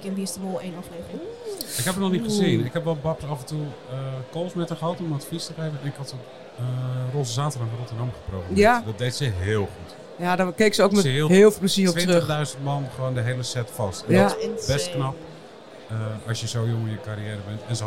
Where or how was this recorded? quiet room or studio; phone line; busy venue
busy venue